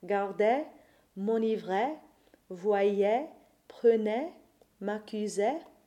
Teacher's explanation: The verb endings AIS, AIT, and AIENT are regular imperfect endings, and these should be the open epsilon E · IPA: [ ɛ ]